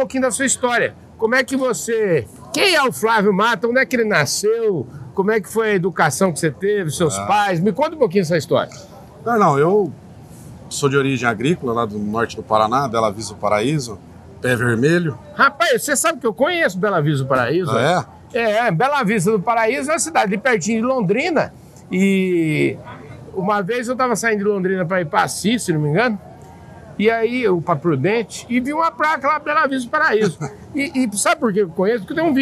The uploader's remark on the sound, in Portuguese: Prosa boa, gravada durante o Congresso Nacional Andav em São Paulo.